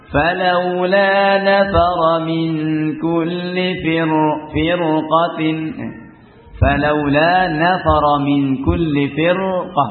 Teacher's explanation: Tapi pada firqah ra disukun sebelumnya kasrah dan sesudahnya qaf huruf isti'la, maka dibaca tebal.